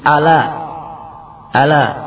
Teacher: Atau mengganti ain dengan hamzah sehingga menjadi ala